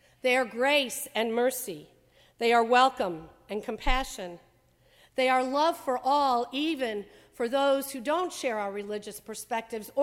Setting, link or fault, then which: setting, large echoing room